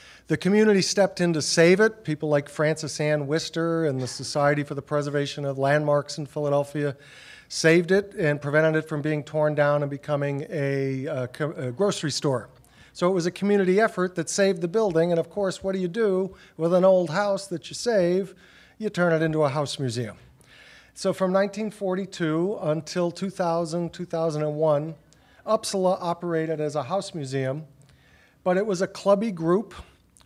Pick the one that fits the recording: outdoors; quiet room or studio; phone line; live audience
live audience